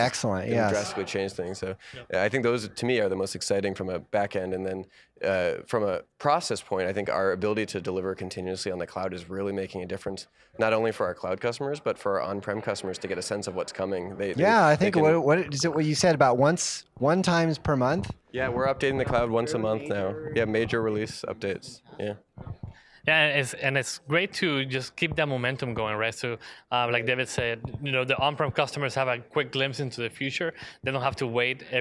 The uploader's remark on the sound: live interviews from IBM ConnectED